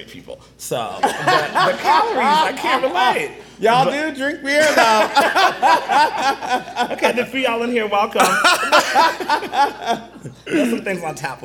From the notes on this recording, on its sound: recording a live episode with a dynamic crowd at Tulips in Fort Worth